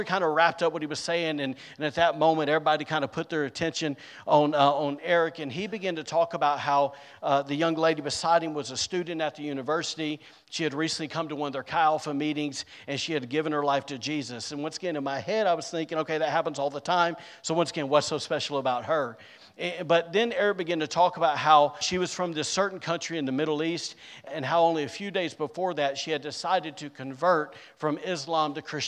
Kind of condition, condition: setting, large echoing room